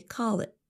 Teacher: we say call it with a held T